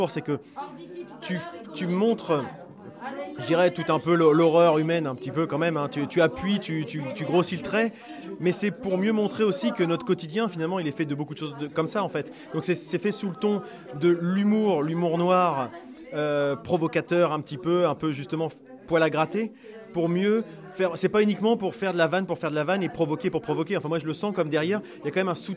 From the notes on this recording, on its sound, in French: l’occasion était trop belle pour ne pas enregistrer nos impressions, ainsi que celle des autres spectateurs!